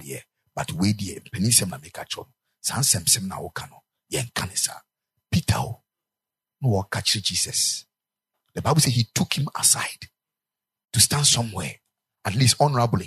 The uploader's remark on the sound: Preached at the Ekklesia Chapel